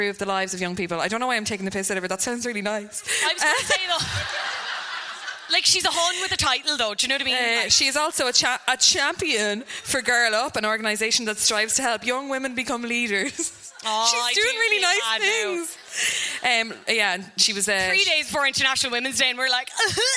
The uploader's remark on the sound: High School Musical (Live at the Sugar Club).